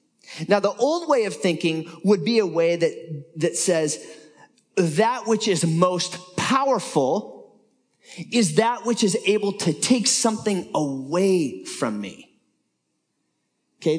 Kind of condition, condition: setting, live audience